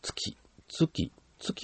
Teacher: つもきも声帯を震わさない音でしょ